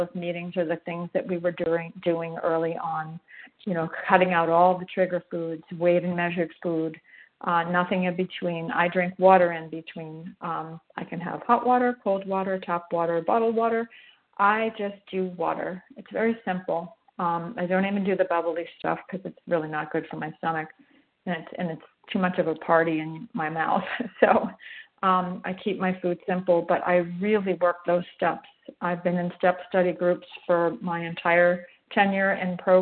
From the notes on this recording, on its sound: 100 Pounders Phone Meeting